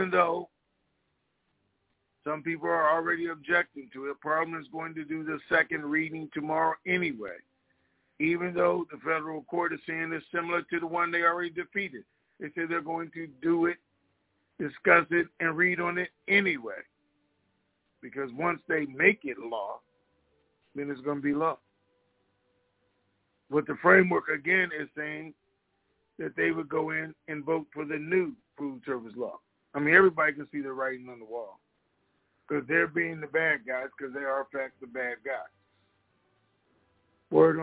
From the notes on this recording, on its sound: TNTSuperfantastic Conference Call - Wednesday, May 25, 2022